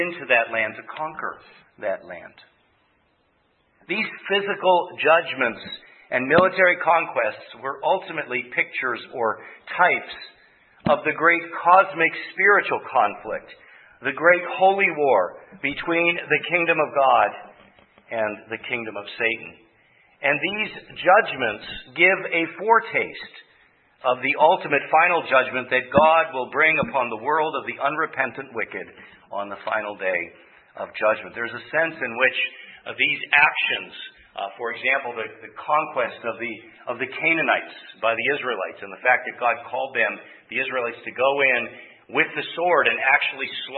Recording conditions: large echoing room